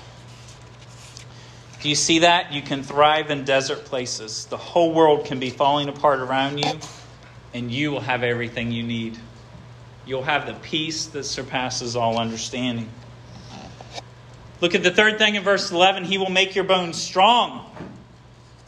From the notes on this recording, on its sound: This sermon was preached at Hope Fellowship.